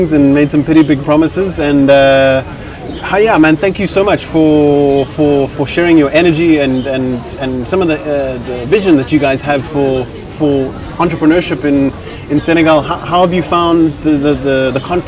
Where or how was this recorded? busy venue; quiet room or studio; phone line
busy venue